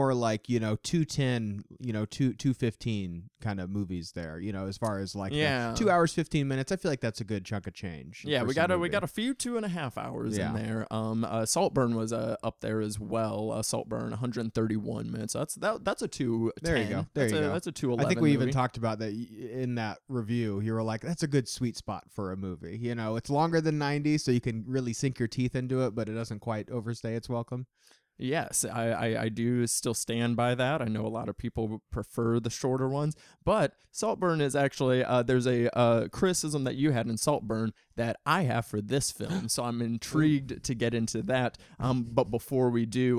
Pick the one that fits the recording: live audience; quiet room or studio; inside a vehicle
quiet room or studio